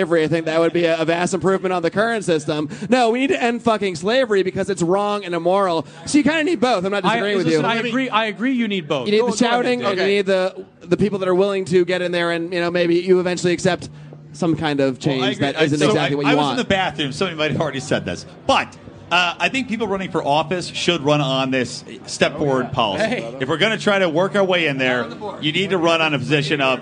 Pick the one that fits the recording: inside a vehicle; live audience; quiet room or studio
live audience